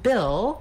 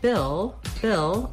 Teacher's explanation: we have the vowel I, which is a lax high front vowel